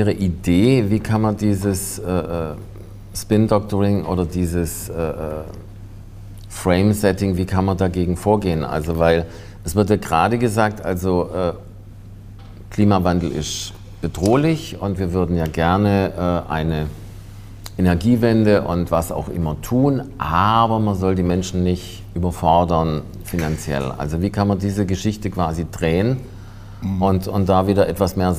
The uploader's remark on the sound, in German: Politik live aus der Ständigen Vertretung StäV Berlin.